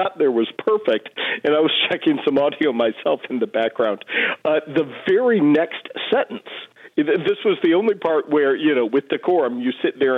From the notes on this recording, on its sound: we take your calls in open phones across America